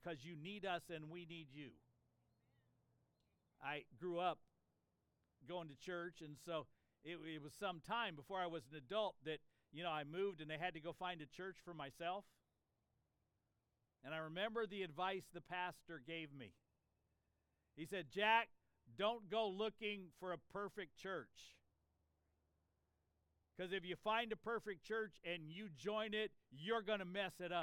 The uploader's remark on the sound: This sermon was preached on Easter Sunday, April 9, 2023 in an outside worship service. (That helps to explain the birds and the planes in the background!).